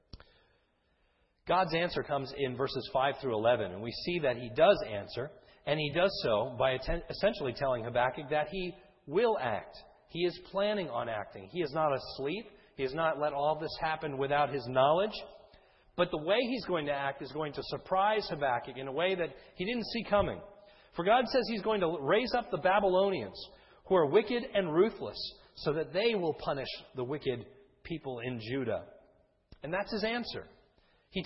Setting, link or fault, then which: setting, large echoing room